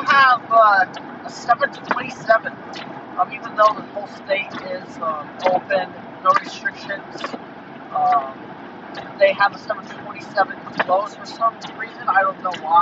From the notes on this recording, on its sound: Here’s a “live” trip report recorded while I was driving to The Museum of Flight in Seattle.